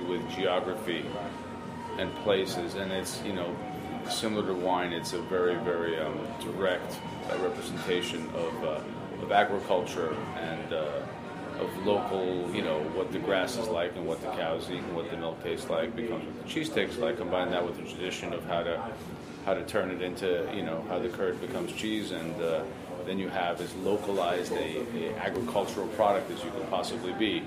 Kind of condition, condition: setting, busy venue